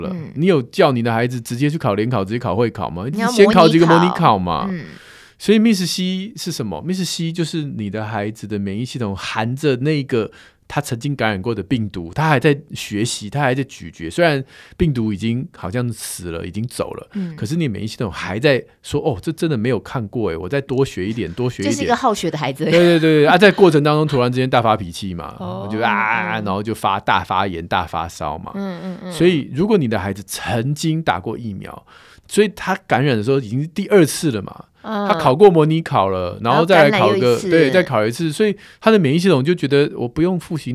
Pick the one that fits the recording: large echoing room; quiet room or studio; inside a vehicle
quiet room or studio